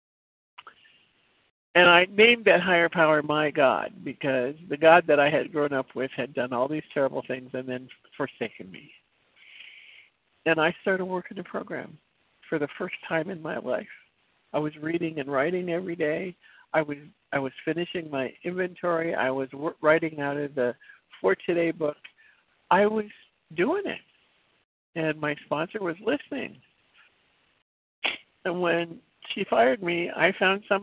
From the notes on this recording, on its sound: from the 100 Pounders Phone Meeting